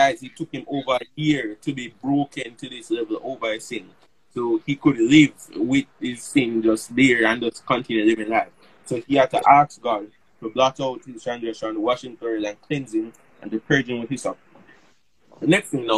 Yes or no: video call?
yes